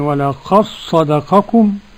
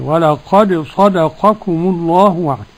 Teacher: ننطق بصاد واحدة مشددة · Shown in: first take · Term: بإدغام الدال في الصاد